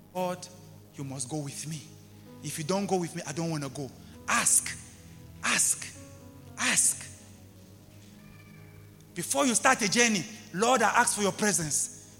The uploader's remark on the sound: LIVE AT ABC KHALANYONI